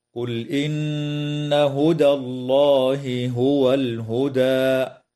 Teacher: تظهر لام الفعل عند الهمزة في قوله تعالى: قل إن، مع مراعاة إثبات الغنة بمقدار حركتين في النون المشددة من كلمة إن، وتفخم اللام في اسم الله لوقوعها بعد فتحة، وتظهر الهاء عند الهاء من قبيل المتماثلين الكبير في قوله تعالى: هدى الله هو الهدى.